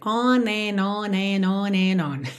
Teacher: É bem comum que a gente ligue tudo nos N's aqui